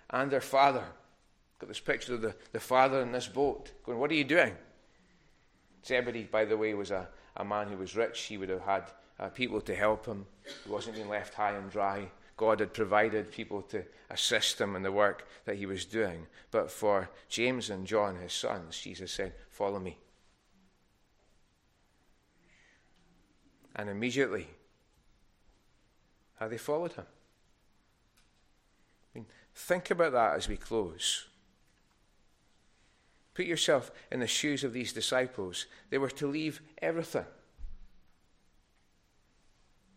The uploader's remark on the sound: recorded at North Harris Free Church on the morning of Sunday, 3rd March 2024